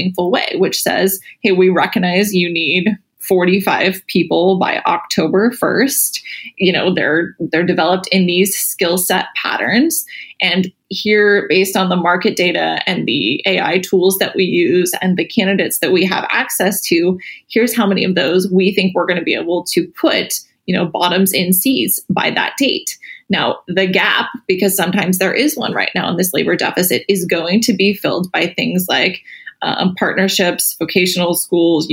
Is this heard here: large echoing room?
no